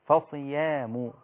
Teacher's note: الياء مرققة مرققة إذن هنا عندي فصيام مفخمة والياء مرققة أيوة الصاد مفخمة والياء مرققة